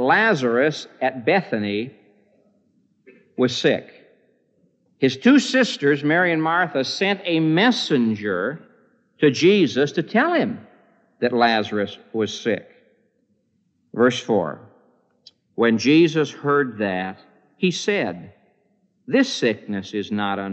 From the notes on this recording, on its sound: This message was preached on September 28, 1975, at the Moody Church in Chicago, IL